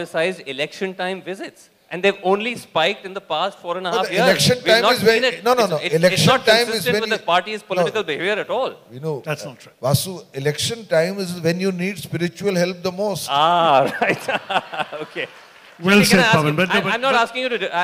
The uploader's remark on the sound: A "byte" from Jaipur Literature Festival 2022!